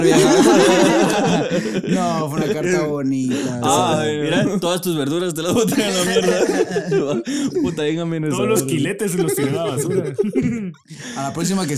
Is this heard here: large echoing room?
no